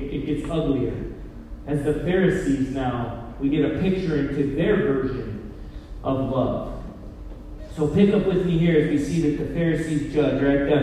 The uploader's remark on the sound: Poor Audio Quality